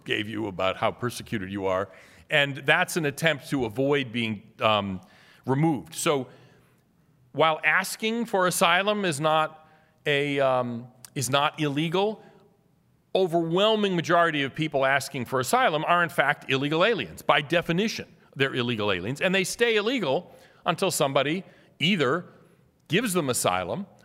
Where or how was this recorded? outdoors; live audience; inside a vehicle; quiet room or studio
live audience